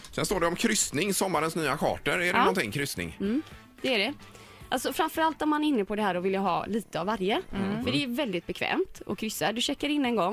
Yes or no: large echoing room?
no